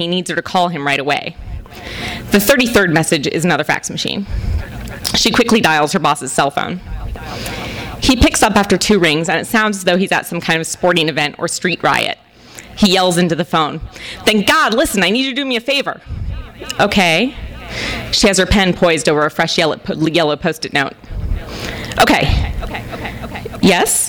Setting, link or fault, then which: setting, live audience